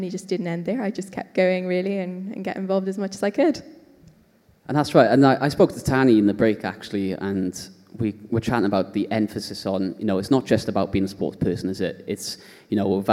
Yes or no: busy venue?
yes